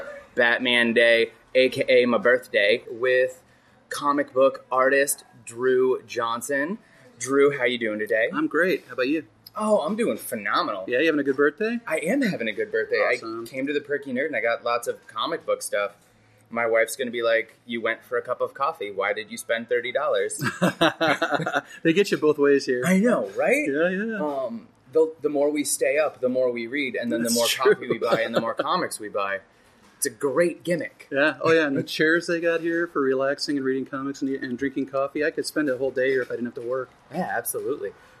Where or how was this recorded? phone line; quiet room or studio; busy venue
busy venue